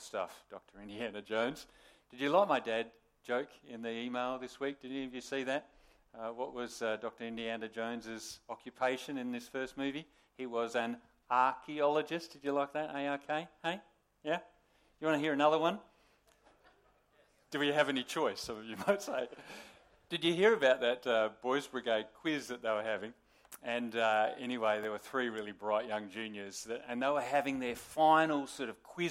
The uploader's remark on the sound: Sermon recorded live on the 13th August 2023 at Morley Baptist Church